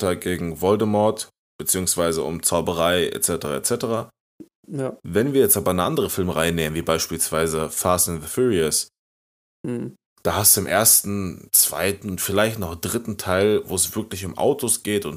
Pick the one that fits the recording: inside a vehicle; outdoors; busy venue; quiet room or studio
quiet room or studio